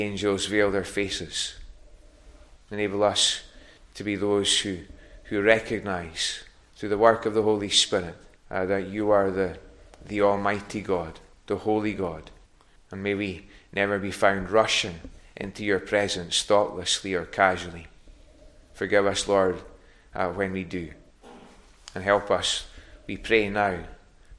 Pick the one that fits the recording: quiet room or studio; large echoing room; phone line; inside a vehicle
large echoing room